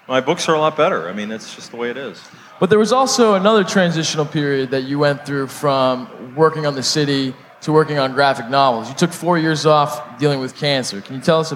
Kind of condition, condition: setting, live audience